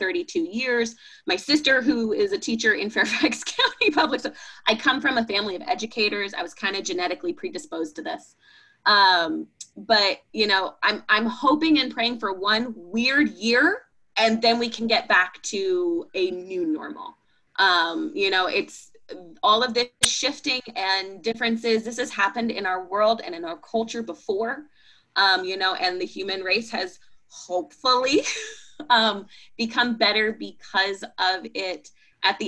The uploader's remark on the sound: Recorded on August 12, 2020 as part of the August Webinar Series.